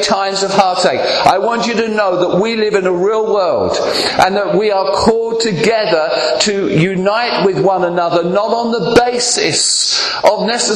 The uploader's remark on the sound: Preaching at Clacton Elim Church.